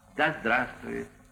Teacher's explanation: частица «да» в значении «пусть» произносится со звуком «а»